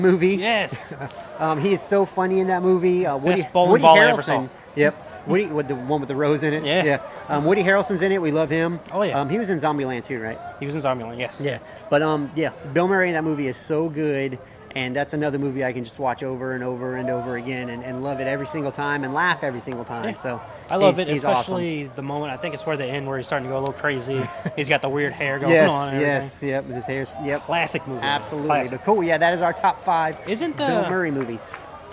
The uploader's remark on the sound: we are broadcasting live from Joe Riley park